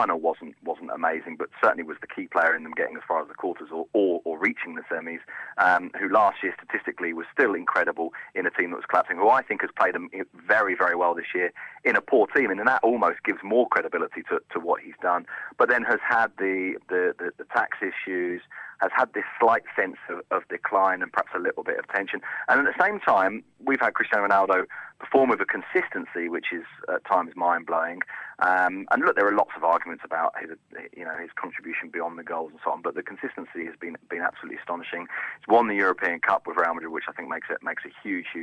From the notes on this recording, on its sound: is on the line